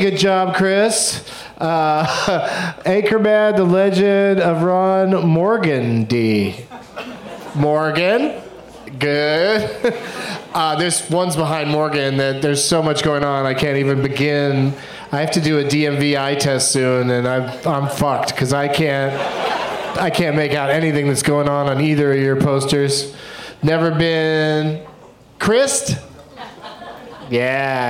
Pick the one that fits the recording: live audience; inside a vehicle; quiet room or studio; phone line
live audience